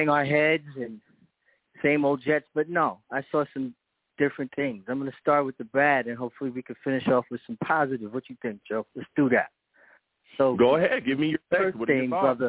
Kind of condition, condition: link, phone line